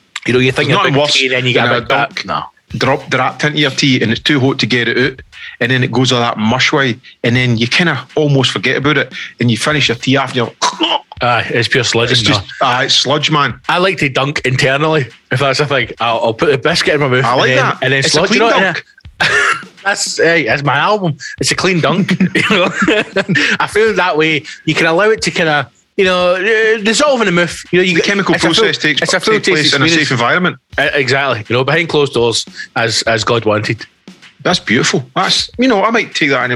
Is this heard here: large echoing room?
no